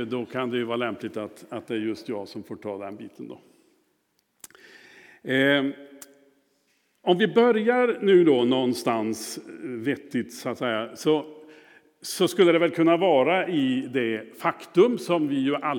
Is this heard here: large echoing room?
yes